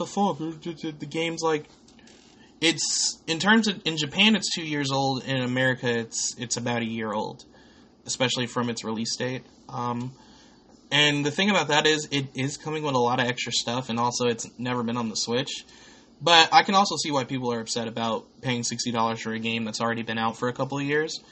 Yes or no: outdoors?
no